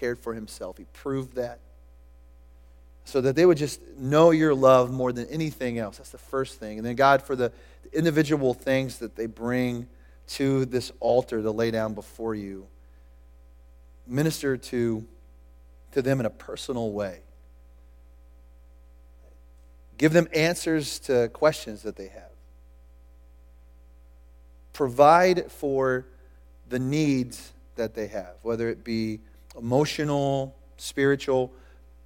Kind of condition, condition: setting, large echoing room